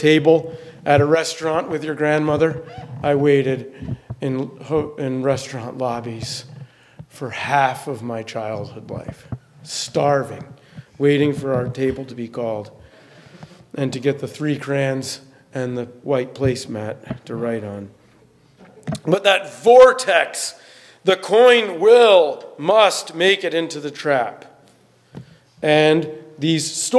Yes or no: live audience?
yes